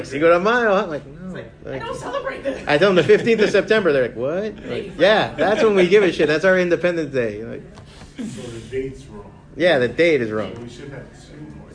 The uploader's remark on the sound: Great panel we did at Otakufest in 2019